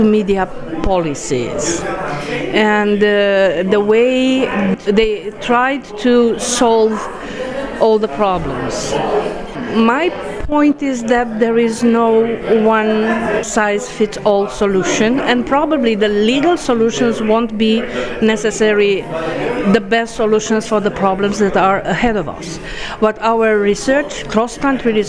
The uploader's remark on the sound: We have mics on the Mediadeldom final conference (Panel 1) discussing the results of the project and its impact on the media governance.